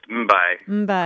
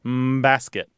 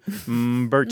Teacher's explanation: You basically have the elongation of the lips staying closed before you do the b sound.